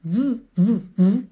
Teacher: o fonema é feito no mesmo lugar, da mesma maneira, só que o V tem vocalização